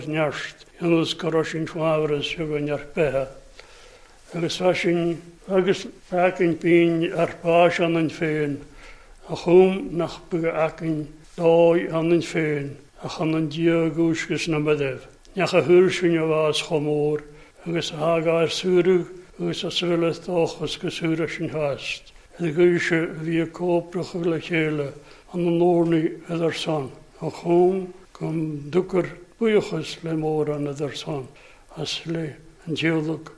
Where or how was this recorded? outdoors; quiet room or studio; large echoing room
large echoing room